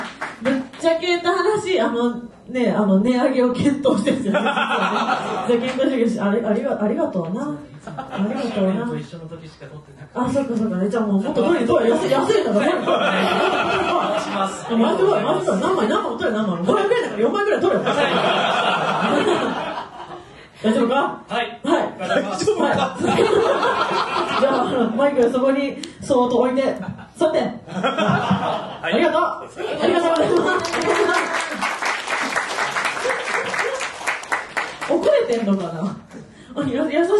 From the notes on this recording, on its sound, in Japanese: 公開収録後半戦。今週は11/22に行われた公開録音の模様、後半戦をお届け！